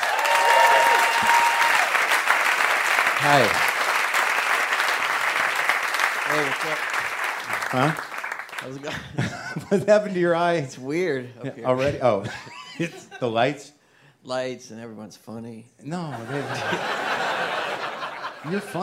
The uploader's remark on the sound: It's Live WTF from SXSW.